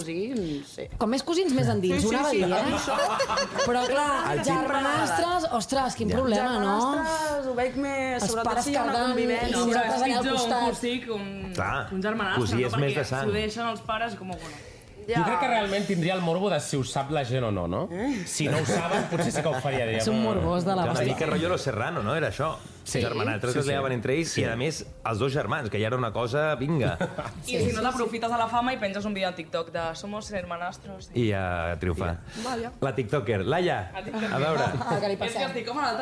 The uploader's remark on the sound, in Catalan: Des del mític estudi Toresky de Ràdio Barcelona, gravem amb públic i moltes sorpreses. Responem les preguntes dels oients assistents.